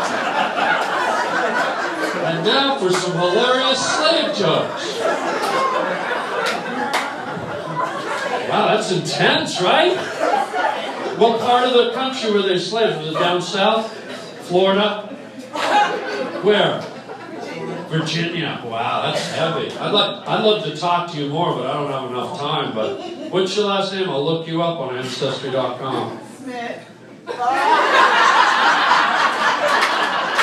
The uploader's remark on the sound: a live stand up show